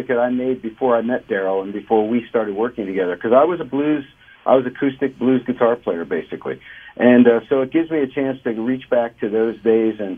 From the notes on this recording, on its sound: checked in as our first star phone guest of the year